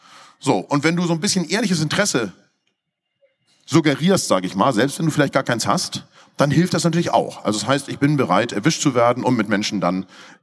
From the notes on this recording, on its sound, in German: auf der Container Stage der Photopia 2023